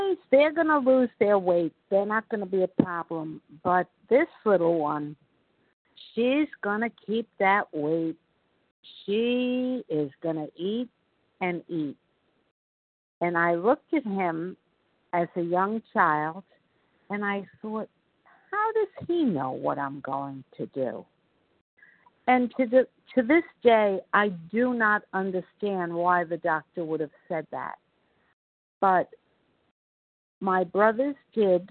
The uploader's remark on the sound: 100 Pounders Phone Meeting, 8/18/23.